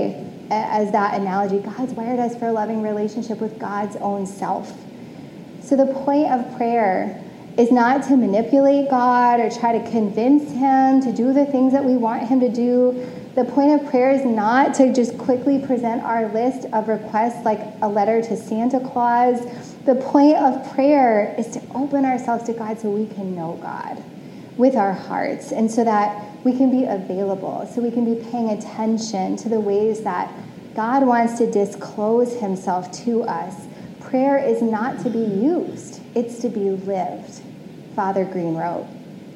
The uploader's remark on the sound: Originally preached on January 16, 2022, at CityChurch in downtown Iowa City.